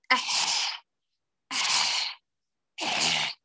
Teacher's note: هذا صوت احتكاك، ضغط زائد عند مخرج الحاء أدى إلى هذا الصوت، كأن الحاء تتكرر معي.